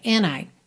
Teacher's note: Repare que esse and é bem reduzido e a gente já liga o N no I, tá? And I.